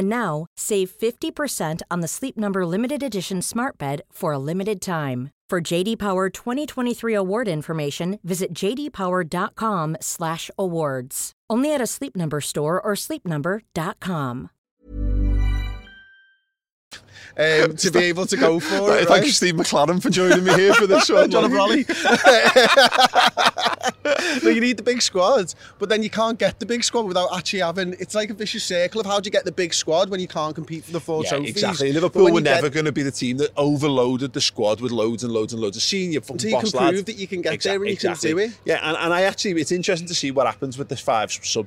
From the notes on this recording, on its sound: outside Wembley Stadium the day before the FA Cup Final